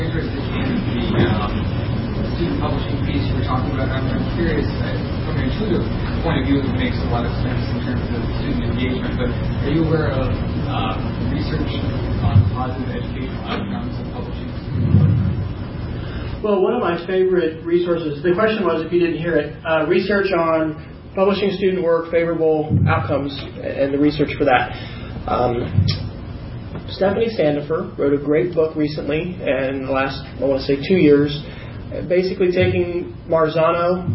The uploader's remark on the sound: TechForum Chicago 2011 presentation on May 6